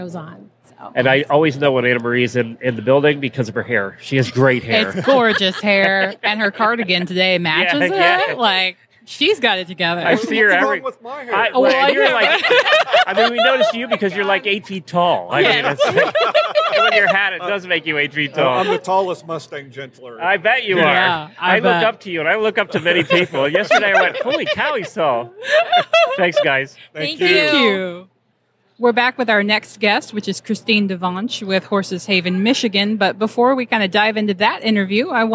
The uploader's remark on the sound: Live from Day 2 at Equine Affaire, Ohio